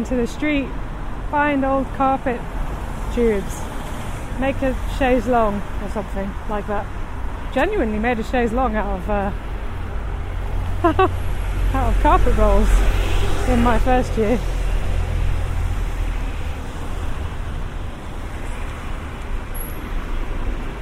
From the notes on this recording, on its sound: This podcast is recorded in 3D sound! She invites you to join her out and about as she captures those small, magical moments of everyday life, in sound. Thanks to 3D recordings, you’ll hear everything she does as if you were right there with her.